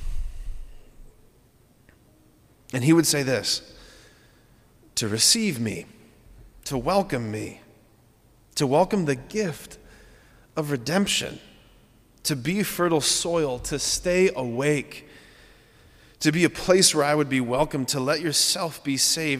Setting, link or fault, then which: setting, large echoing room